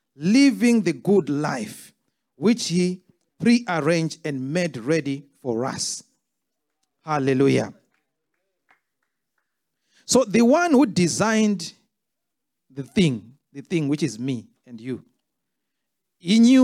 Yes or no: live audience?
yes